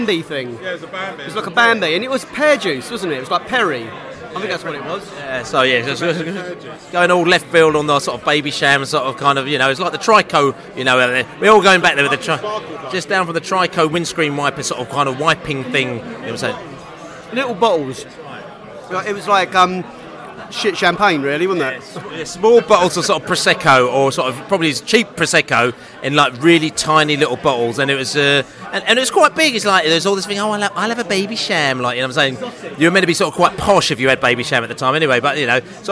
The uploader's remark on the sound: live and direct from The George IV pub in Chiswick